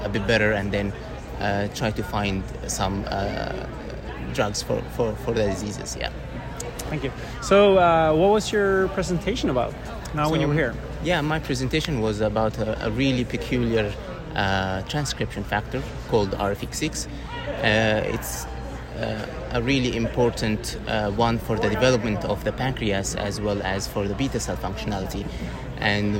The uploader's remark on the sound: Recorded during Day 1 of Islet Study Group 2023. University of Helsinki.